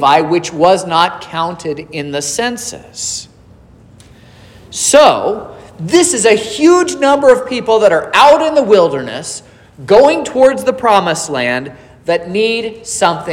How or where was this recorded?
large echoing room